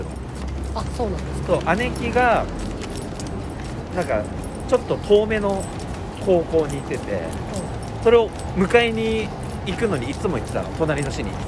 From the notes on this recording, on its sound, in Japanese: 新大久保から新宿まで、。3人で歩きながら語った。